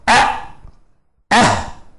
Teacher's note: فهنا إذن أقصى الحلق ويخرج منه الهمزة والهاء